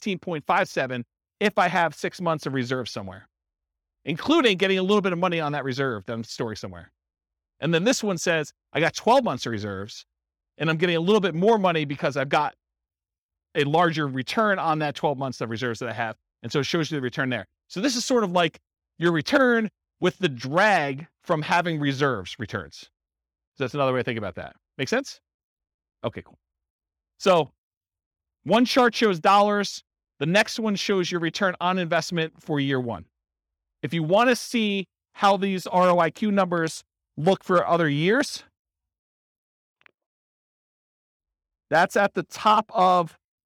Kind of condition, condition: setting, live audience